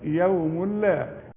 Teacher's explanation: التنوين اللي بعده لا ما حدش يغن أبدا، إدغام كامل لكن بدون غنة